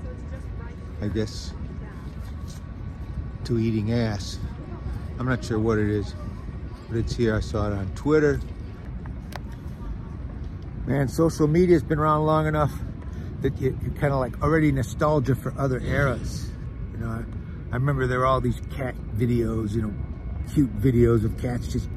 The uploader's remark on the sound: A great episode from the streets and comedy clubs of Boston.